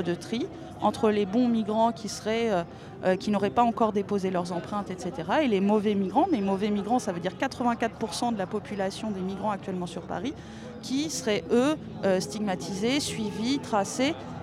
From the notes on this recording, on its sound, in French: À l'antenne de Radio Debout. À l'occasion de la marche contre les violences policières. Nous vous rediffusons ce plateau enregistré en direct de la place de la République.